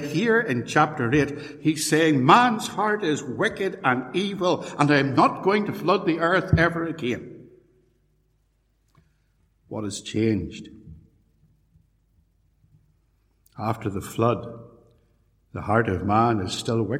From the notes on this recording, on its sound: A sermon preached in 2017, at Templepatrick Reformed Church.